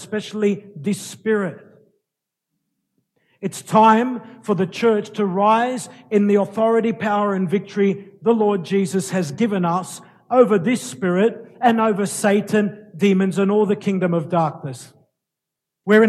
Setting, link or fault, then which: setting, large echoing room